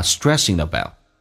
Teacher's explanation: 如果要连的话，把 ing 的 g 去掉，用前面的 n 进行连音